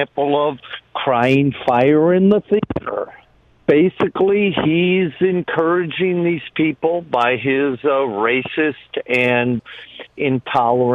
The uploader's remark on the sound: Diverse callers across the nation